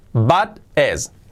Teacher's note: La T como R suave para unirla con el es.